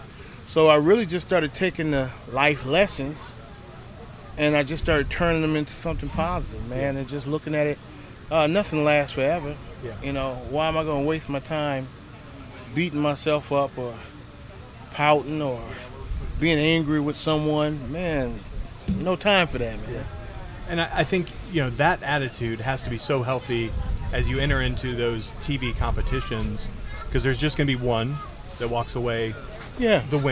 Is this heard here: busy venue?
yes